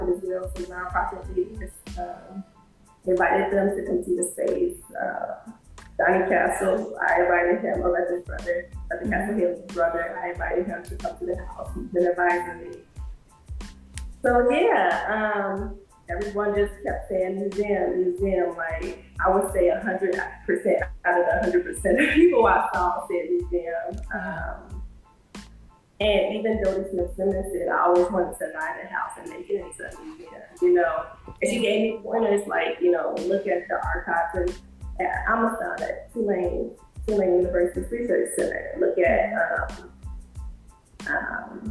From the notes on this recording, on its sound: The Freedom House Museum here in New Orleans. In this first episode we had some audio issues.